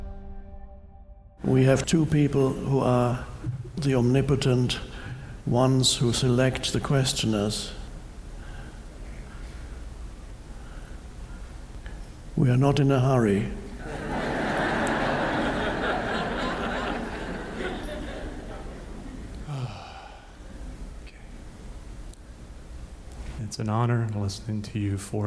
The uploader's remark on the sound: answers a variety of questions from a live audience